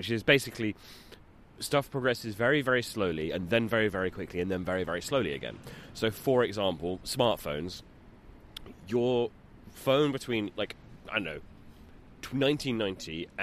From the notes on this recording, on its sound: we did a little recording session out in a park